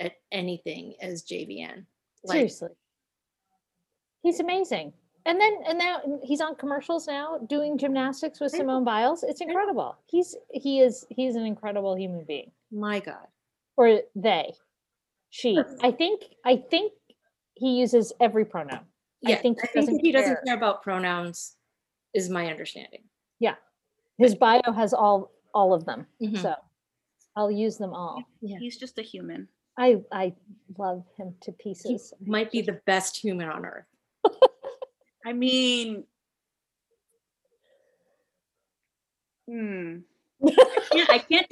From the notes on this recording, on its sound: Using zoom for a podcast is perfectly reasonable.